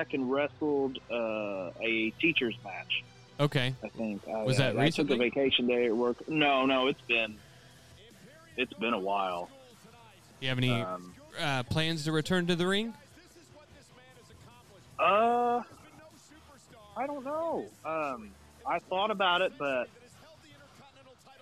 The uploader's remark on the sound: While they are watching WrestleMania 39, the guys have a special guest on the phone.